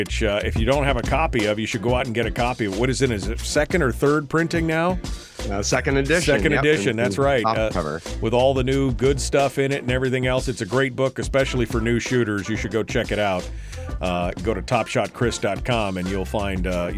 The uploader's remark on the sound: we'll open up the phone lines for Q&A